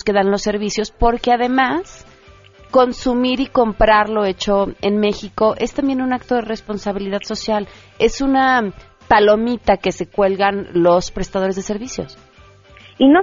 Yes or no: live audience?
no